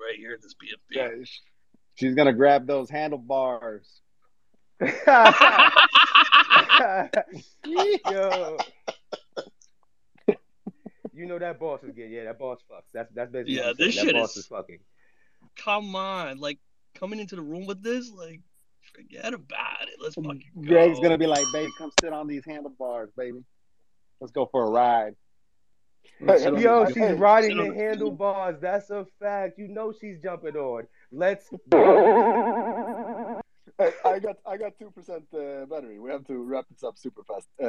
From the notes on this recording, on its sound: The content in this podcast is a recorded Twitter space hosted on the 22st of November 2022.